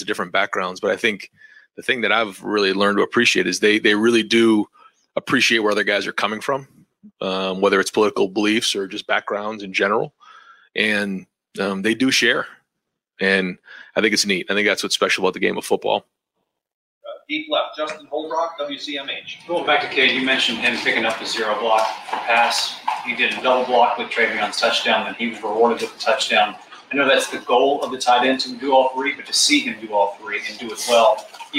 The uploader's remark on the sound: press conference